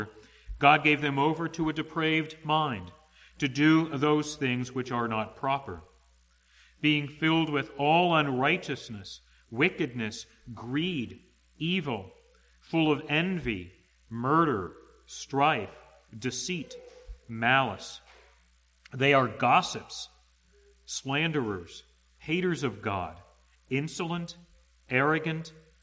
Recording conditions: large echoing room